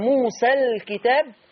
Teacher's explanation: لما تصلي موسى الكتاب ما فيهاش تقليل خلاص